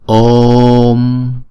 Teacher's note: Chữ ô là diphthong, chúng ta đọc hai nhịp. Ôm, chúng ta kéo dài chữ ô hai nhịp